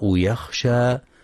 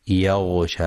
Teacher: يخطئ من يقرأ يخشى قريبة من يغشى، والصواب تحقيق الخاء · Shown in: first take